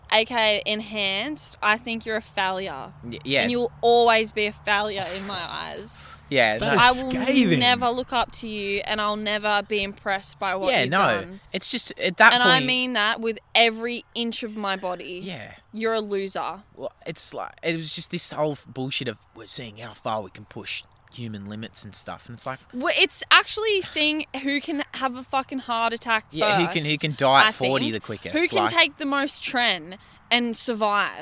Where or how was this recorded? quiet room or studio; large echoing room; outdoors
outdoors